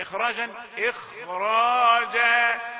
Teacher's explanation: قال بعض العلماء ان خاء اخراج هنا اعلى في التفخيم شويه · Term: تفخيم عالي